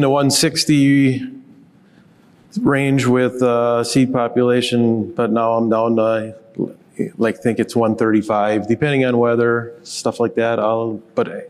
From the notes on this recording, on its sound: In this rapid-fire panel discussion from the 2023 National No-Tillage Conference.